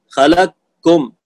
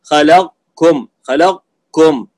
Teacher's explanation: فتذهب القاف هكذا خلقكم، كأنك نطقت لام كاف أسقطت القاف، أو إدغاما ناقصا فتسقط مخرج القاف وتبقي صفتها صفة الاستعلاء فيها · Shown in: second take